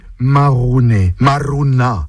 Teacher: Dans le mot, le R roulé nous montre une personne qui râle aussi, qui bougonne.